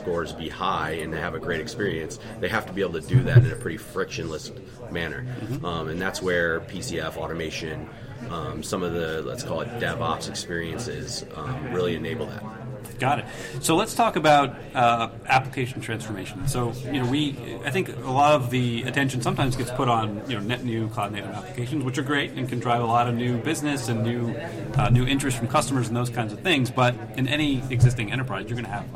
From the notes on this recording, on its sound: recorded on the floor of Cloud Foundry Summit 2019 in Philadelphia